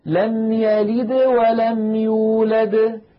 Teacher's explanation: الفم مباشرة يريد أن يتهيأ إلى الواو التي بعد الدال، فلذلك القلقلة تكون يعني أقل وضوحا من ولم يولد الدال الثانية التي وقفنا عليها.